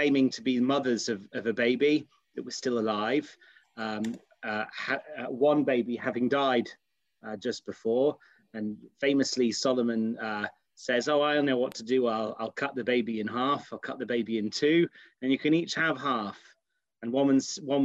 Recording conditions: video call